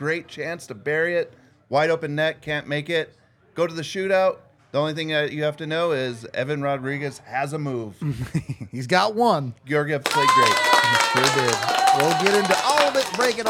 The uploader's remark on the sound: LIVE at the DNVR Bar